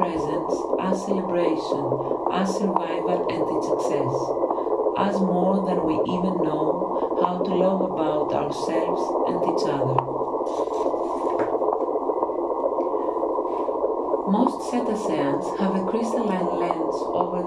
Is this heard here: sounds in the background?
yes